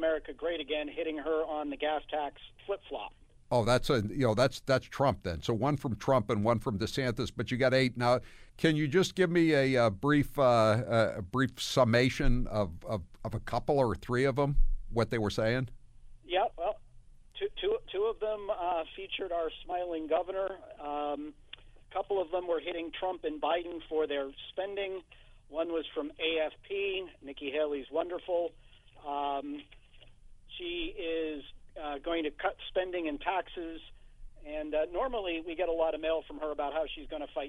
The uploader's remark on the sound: listeners call